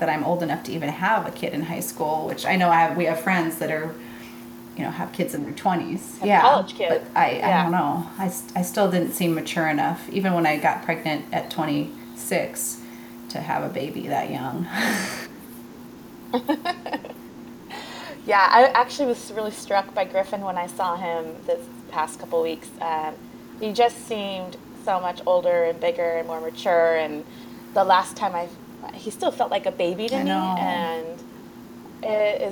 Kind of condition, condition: fault, sounds in the background